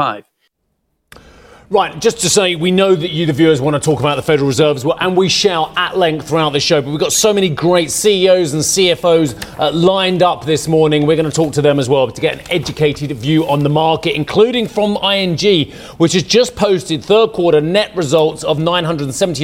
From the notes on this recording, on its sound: We are live at Web Summit in Lisbon